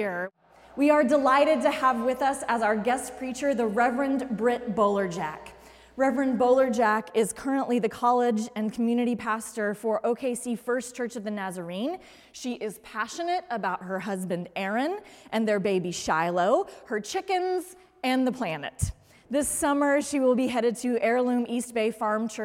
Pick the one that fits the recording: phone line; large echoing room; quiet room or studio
large echoing room